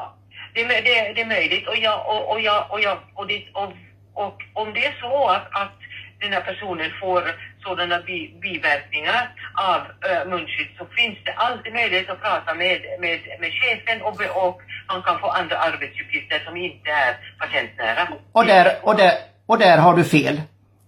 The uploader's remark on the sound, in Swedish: Telefonintervju med läkaren